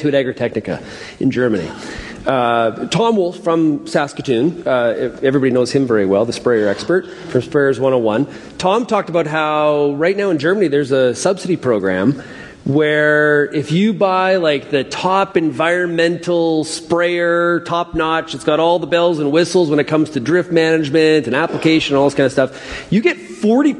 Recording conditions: busy venue